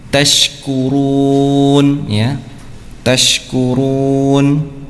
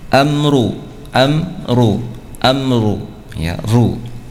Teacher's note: Huruf ra yang dibaca tebal yang pertama, ya. Yang pertama, ketika huruf ra tersebut berharokat dhummah